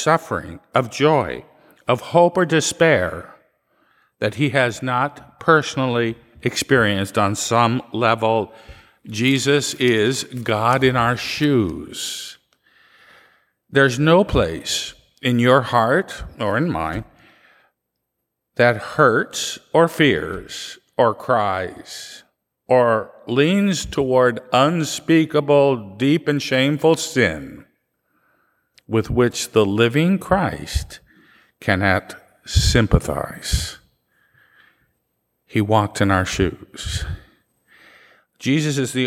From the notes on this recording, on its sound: Live recording from 8 am Mass